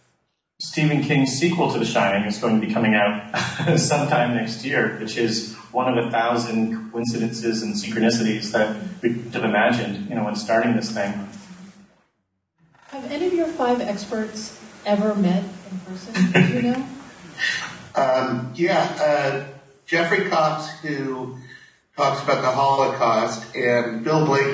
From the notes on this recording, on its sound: New York Film Festival 2012 – Room 237 Press Conference. The following is the press conference recorded.